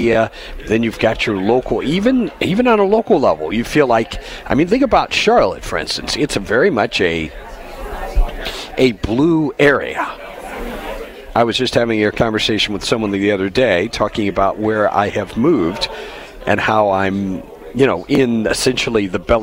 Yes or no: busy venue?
yes